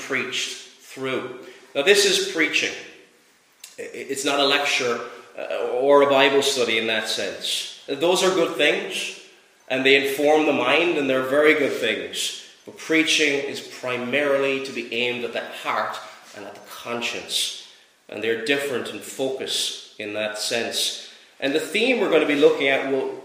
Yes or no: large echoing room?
yes